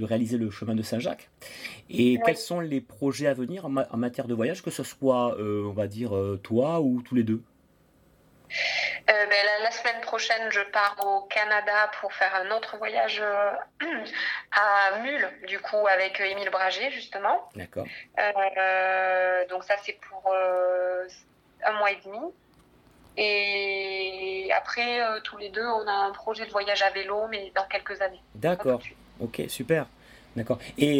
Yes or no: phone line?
yes